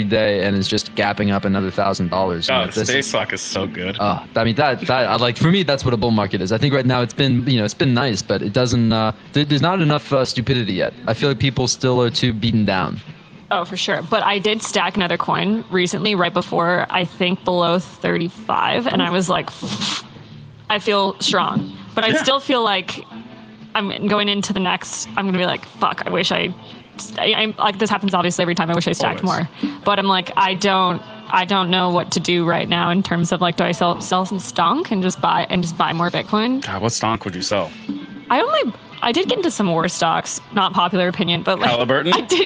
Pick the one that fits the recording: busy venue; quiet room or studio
busy venue